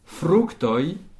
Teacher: Rappelons que le J se prononce comme un I très bref, la terminaison toi. C'est une seule syllabe.